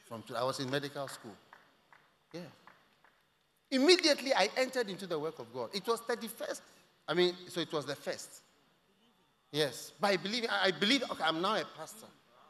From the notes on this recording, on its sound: Preached at The Tsalach Night Service, First Love Center, Accra.